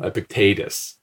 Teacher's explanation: that second E, the one in the middle, is an eta. So uh, it, it's a long vowel